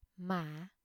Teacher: Low rising tone or thanh hỏi